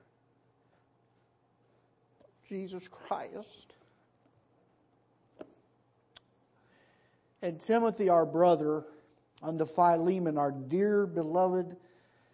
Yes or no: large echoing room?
yes